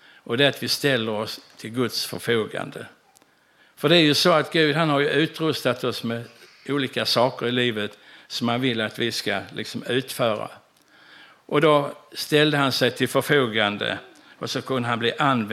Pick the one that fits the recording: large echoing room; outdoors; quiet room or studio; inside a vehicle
large echoing room